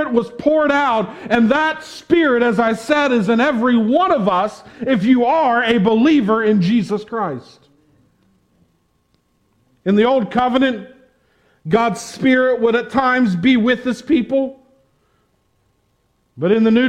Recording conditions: large echoing room